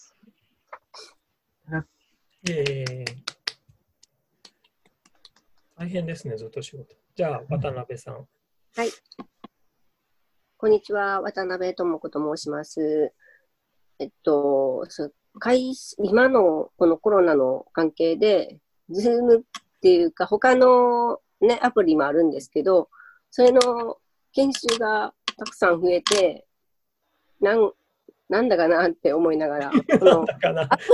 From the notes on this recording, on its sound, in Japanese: ミーティングZOOM会議。